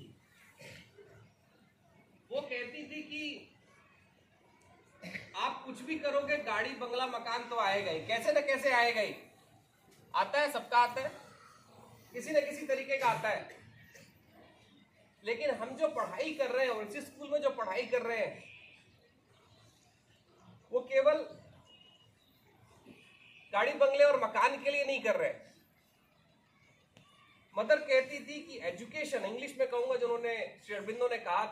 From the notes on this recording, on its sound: Over fifty people joined him as he headed out to discover the river's spectacular magnificence. While walking the 3000 kilometres of the Narmada Parikrama, from the biggest towns to the smallest villages.